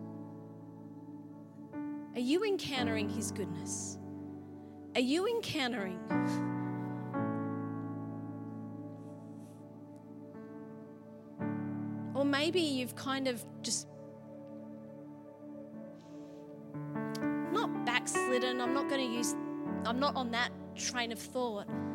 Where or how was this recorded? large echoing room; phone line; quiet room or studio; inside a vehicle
large echoing room